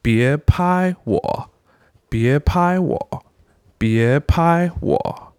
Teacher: Wo is that third tone. It's the bass tone.